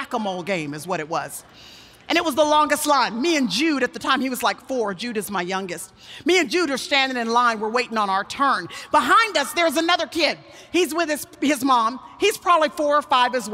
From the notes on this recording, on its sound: Speaks at the 2018 Passion Conference for TBN’s Praise.